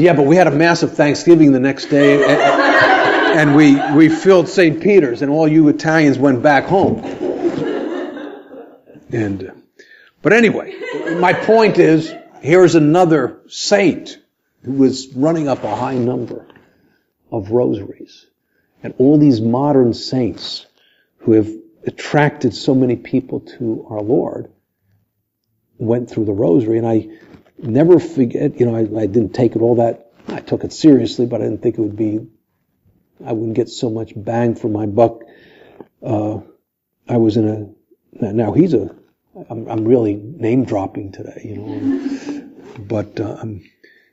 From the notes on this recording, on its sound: This podcast was recorded live during an Evening of Recollection in October 2016.